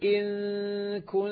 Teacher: أنا سامع نون لكنها غير واضحة، مخفاة، فلذلك هي قالوا إخفاء.